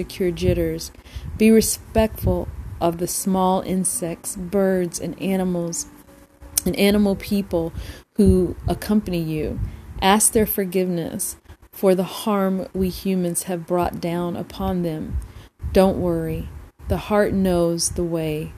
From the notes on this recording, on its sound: FYI sorry about the static on this recording.